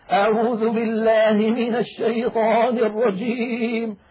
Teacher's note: ولا بترعيد الصوت، الترعيد بمعنى الاهتزاز، جعلوا الصوت كأنه يهتز ويضطرب ويرتعد